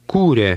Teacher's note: Did you hear the stress at the beginning of that word? Remember, the acute mark over the long U is a stress mark.